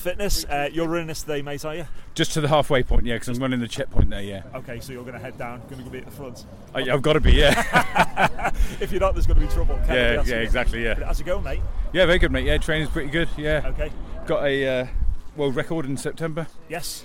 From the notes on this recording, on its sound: Recorded live at the AEE Summer Fandance 2022.